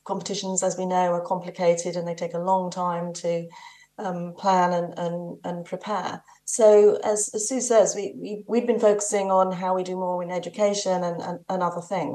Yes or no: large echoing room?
no